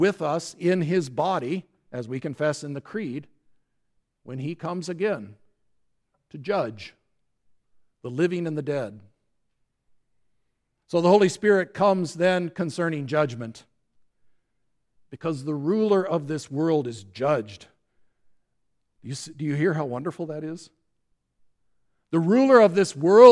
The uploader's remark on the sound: the service for the Fifth Sunday after Easter at Grace Lutheran Church, Lexington, MO